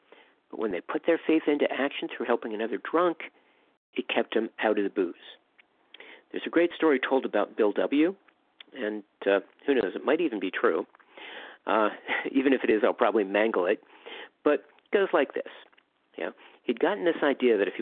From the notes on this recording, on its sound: from the 100 Pounders Phone Meeting, 6/26/23